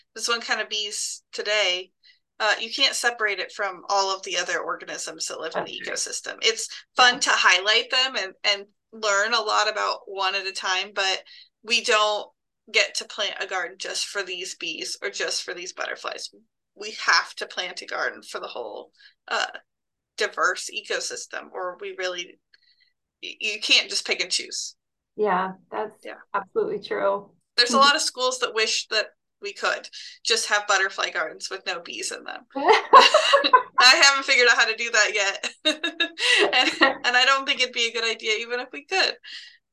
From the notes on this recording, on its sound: This is our first interview over Zoom so the audio does sound a little different at times